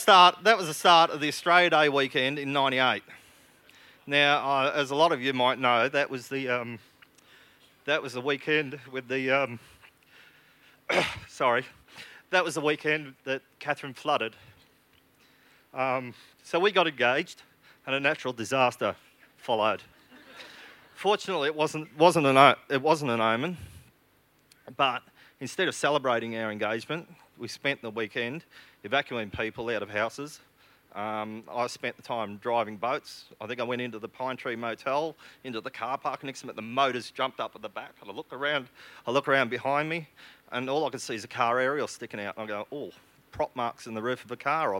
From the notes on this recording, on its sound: SPUN: True Stories Told in the Territory is a live storytelling event that showcases some of the extraordinary people and stories that make up the Northern Territory. Story was told at our event at the 2017 Darwin Festival.